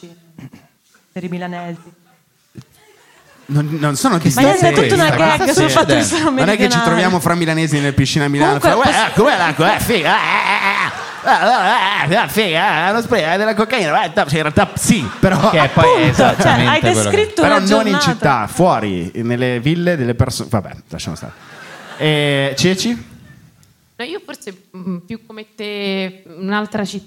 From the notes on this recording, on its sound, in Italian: Live dal teatro Franco Parenti di Milano. Con gli aneddoti variegati del pubblico milanese.